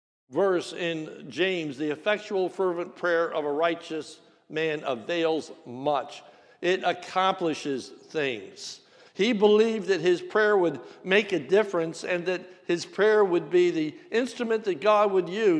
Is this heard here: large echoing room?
yes